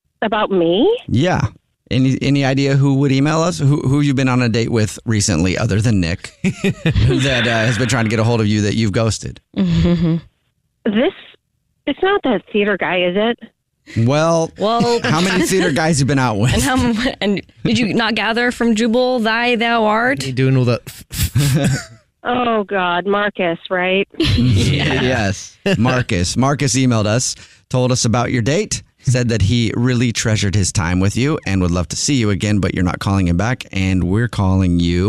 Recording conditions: phone line